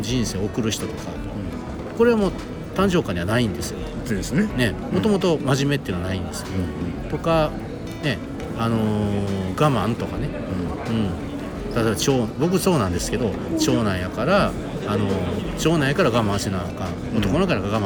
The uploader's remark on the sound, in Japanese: 大阪難波のスイスホテルのラウンジで収録を行った